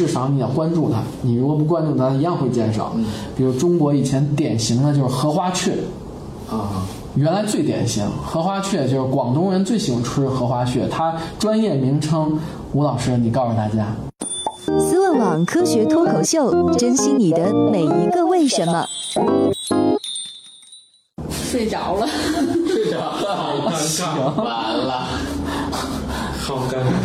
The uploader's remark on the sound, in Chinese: 本期节目为在张大妈办公区用录音笔录制，可能有街道上的杂音，请见谅。